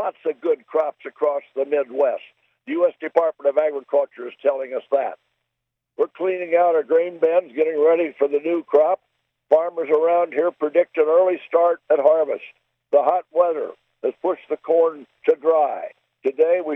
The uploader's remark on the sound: I am talking to you on the phone from our farm in Illinois.